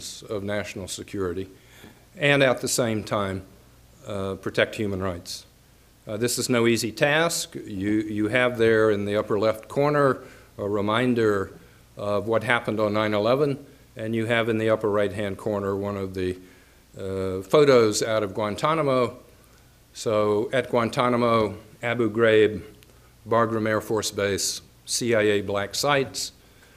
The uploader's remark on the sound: Nebraska Colloquium lecture. The University of Nebraska-Lincoln.